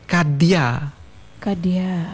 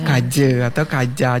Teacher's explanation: Jadi ada proses perubahan bunyi dah itu yang dental alveolar hambat, kemudian menjadi bunyi jah yang di atasnya yang di palatal itu. Jadi kadia menjadi kaje.